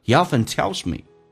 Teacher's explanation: 首先 he 不被强调，长元音可以说成短元音